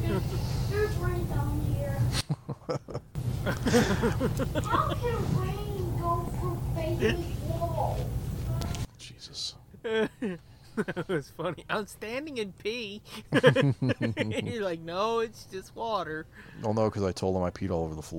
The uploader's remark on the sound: Watches a movie while they record. One of them loses their freakin' mind as they get a visitor.